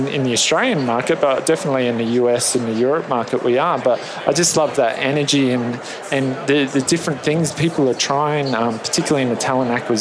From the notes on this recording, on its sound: LIVE from Las Vegas, at #HRTechConf